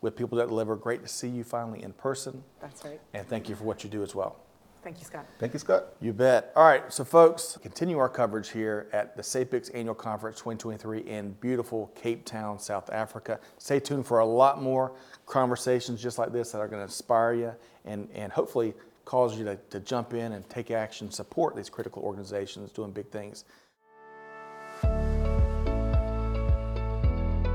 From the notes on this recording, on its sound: Reporting from the annual SAPICS Conference in Cape Town, South Africa, learning from the supply chain professionals in attendance.